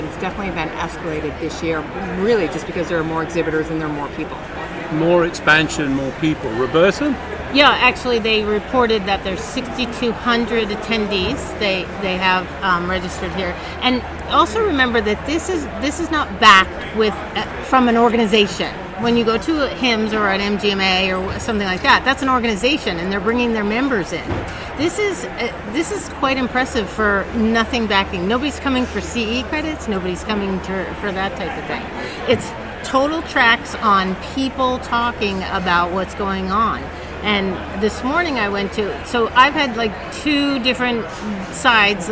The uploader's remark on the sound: The conversation was recorded live in the exhibition hall at HLTH.